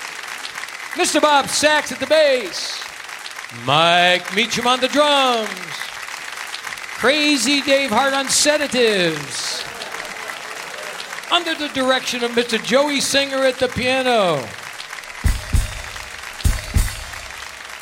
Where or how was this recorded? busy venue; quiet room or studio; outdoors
busy venue